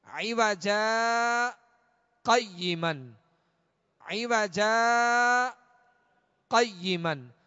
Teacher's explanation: جیم پر جو دو زبر کی تنوین ہے، اس کو الف سے بدل کر آواز روک کر اسی سانس میں آگے پڑھیں گے